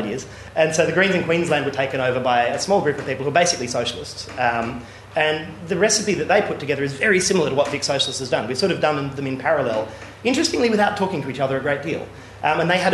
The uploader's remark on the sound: plays the recorded version of a recent keynote lecture